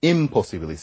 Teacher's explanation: the N came closer to the P so that they could both be lippy kinds of sounds. · Term: assimilation